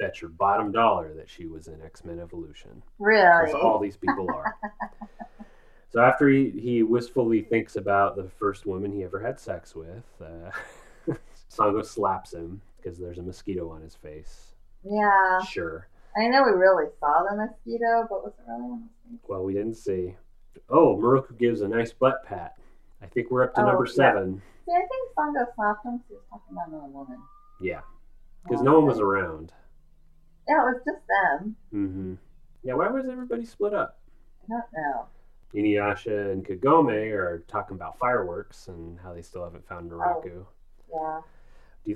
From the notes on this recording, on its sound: Sound problems plague this newest episode of We View Yasha!